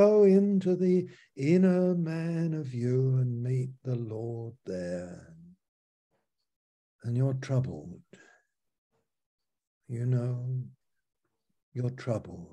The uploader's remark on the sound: Malaysia Meets (Zoom)